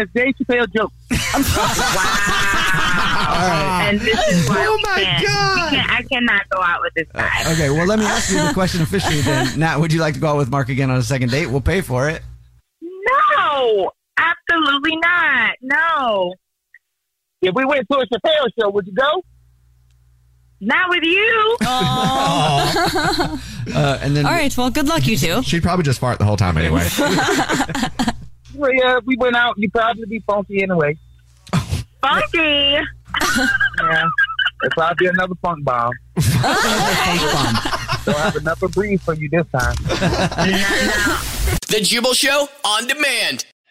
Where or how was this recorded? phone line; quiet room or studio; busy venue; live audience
phone line